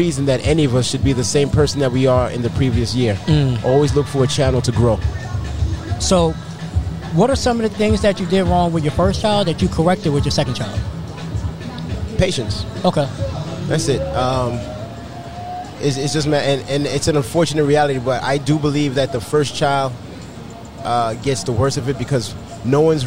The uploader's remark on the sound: This episode was recorded outside